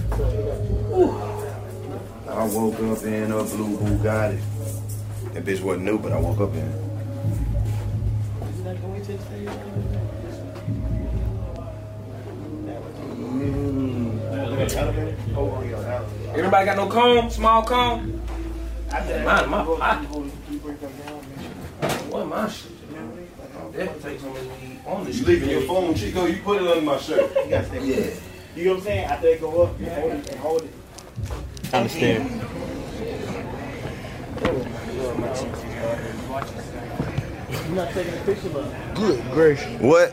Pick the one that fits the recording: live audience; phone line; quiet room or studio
live audience